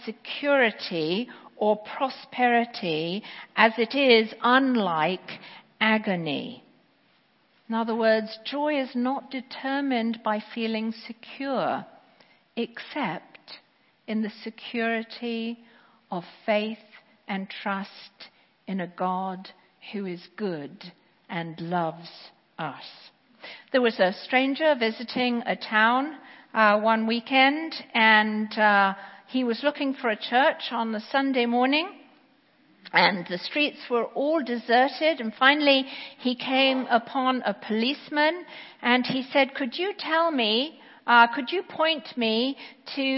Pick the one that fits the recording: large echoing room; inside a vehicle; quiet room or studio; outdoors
large echoing room